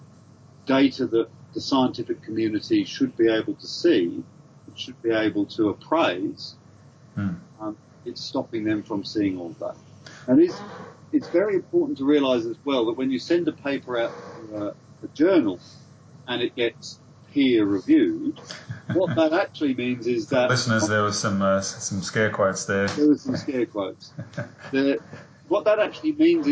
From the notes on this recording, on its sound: A cozy fire-side (ok, skype) chat